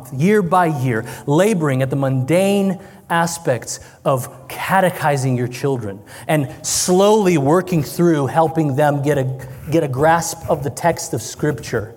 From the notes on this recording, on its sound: This is a recording from the Fierce Families Conference, which took place in Tacoma, WA, October 20-21, 2023.